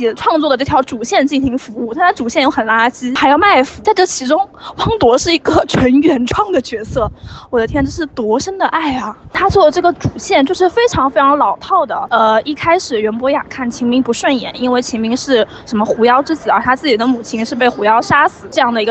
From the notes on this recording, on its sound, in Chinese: 受邀参加了12月16日《晴雅集》北京首映，在映后回家的地铁上充满激情的发来了这段一手吐槽！由于录制环境比较嘈杂，我们在后期处理之后仍有噪音，请大家谅解。